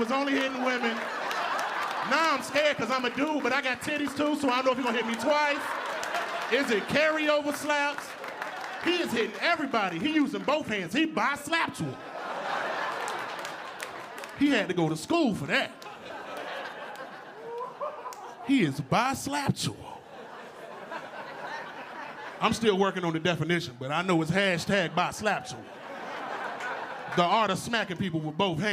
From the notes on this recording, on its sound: Gotham Comedy Live